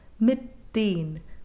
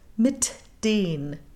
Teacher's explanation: it is absolutely possible to stop the T without exploding it before saying the D · Shown in: first take · We call this implosion, even though it's not exactly what we're doing.